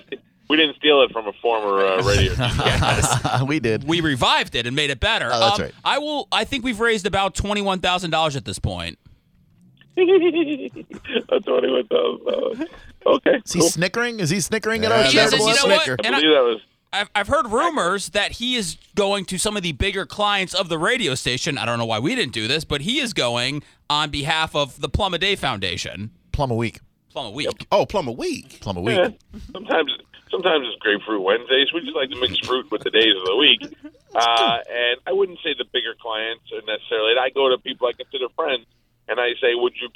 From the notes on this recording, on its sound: We called to get his thoughts on it!